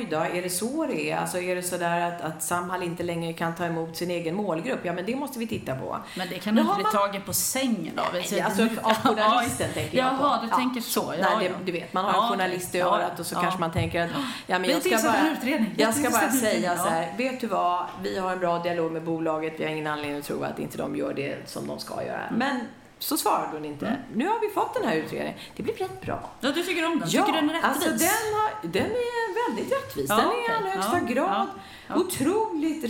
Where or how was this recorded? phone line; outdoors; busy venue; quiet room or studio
busy venue